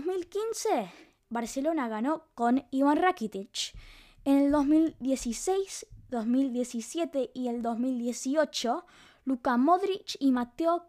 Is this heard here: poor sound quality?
no